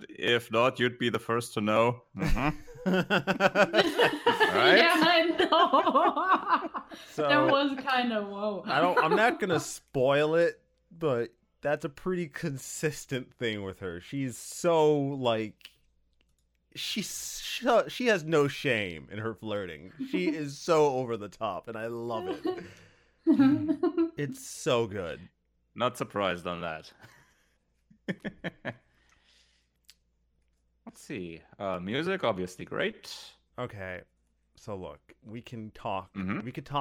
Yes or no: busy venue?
no